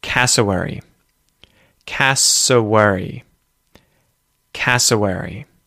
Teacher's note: So the first syllable is where the emphasis is.